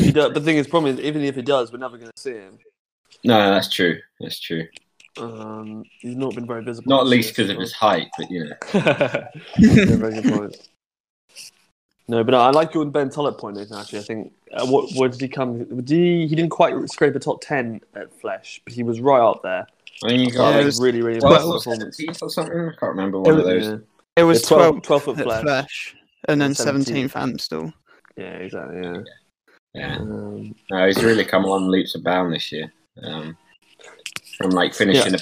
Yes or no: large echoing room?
no